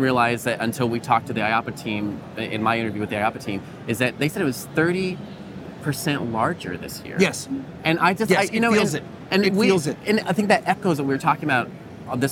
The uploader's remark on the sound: LIVE from the IAAPA Expo Show Floor